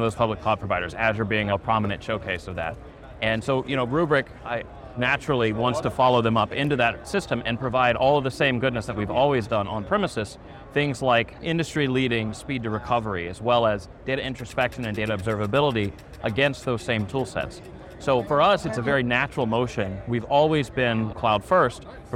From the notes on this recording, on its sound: an Interview in Action live from HIMSS 2023